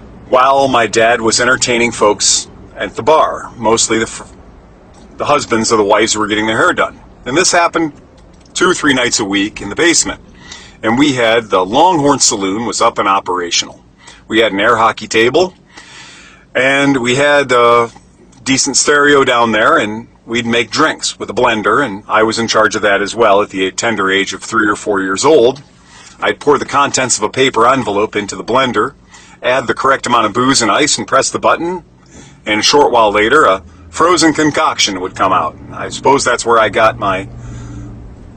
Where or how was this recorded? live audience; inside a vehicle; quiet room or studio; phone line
inside a vehicle